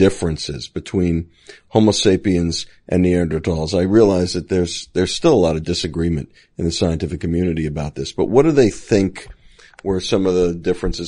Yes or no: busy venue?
no